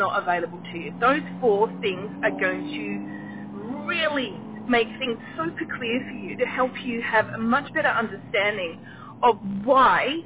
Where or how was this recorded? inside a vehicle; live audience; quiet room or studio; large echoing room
inside a vehicle